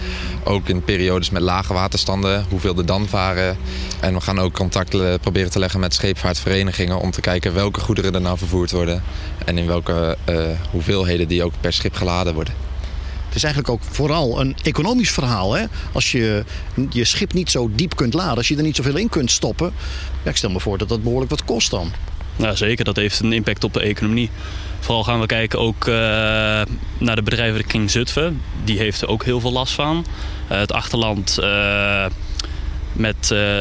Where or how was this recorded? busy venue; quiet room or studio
busy venue